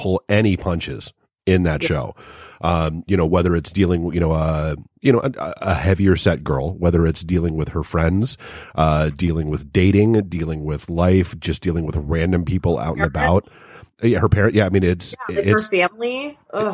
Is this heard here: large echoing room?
no